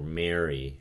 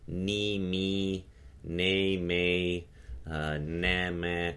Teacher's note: the lingering nasality from nasal consonants preceding close front vowels and diphthongs, it's going to stick around